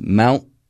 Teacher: First of all, the T is pronounced in a different way. It's a glottal stop.